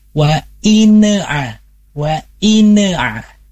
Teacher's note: Karena terburu-buru masuk ke huruf ain, maka huruf nunnya terbawa ina'a. Harusnya wa in'a wa in'a.